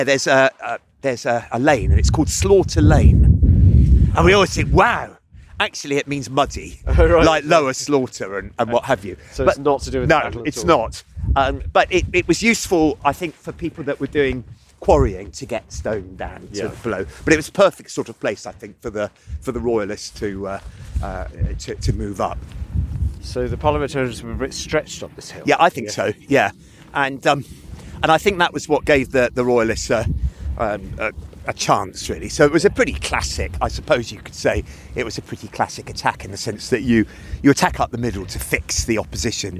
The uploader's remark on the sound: At the site of a Civil War battlefield in the hills just north of Bath. It's a dark winter's day and fog descends creating an atmosphere of 'gunsmoke' and eerie sounds.